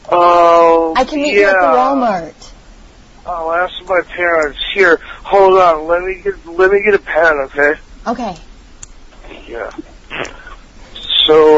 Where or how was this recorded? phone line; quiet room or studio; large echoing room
phone line